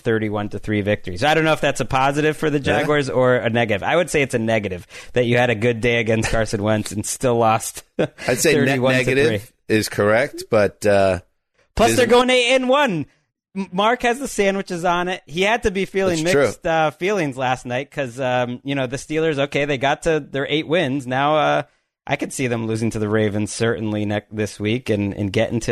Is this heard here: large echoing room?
no